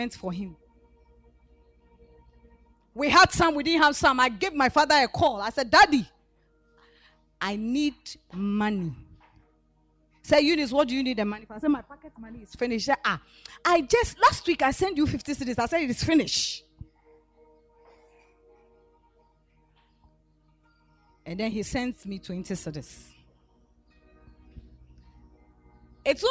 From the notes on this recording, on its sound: Preached at the MANY ARE CALLED Camp